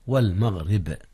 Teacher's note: رققت الراء لانكسارها والباء فيها قلقلة